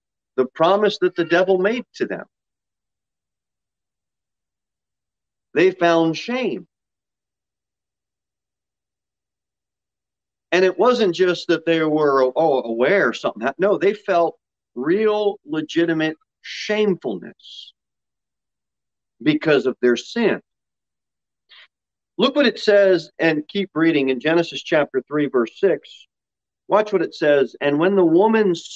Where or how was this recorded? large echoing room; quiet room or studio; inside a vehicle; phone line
large echoing room